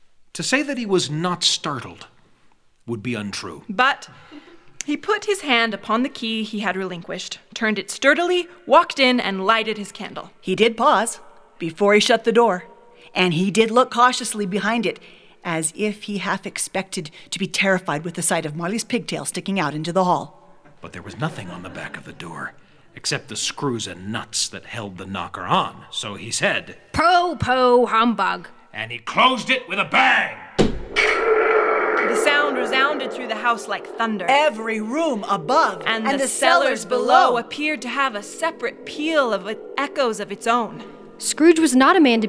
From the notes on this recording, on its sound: We turned this beloved tale into a reader's theater to perform in front of our live studio audience with talented voice acting and hand-made sound effects. Performed live here at The Apple Seed.